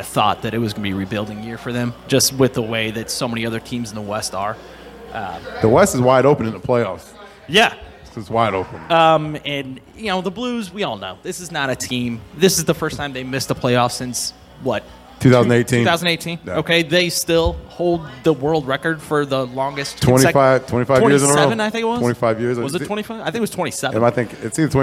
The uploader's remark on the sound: live from Peppers Bar & Grill